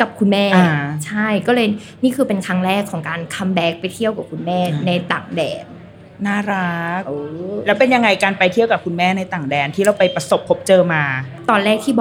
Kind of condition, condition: setting, busy venue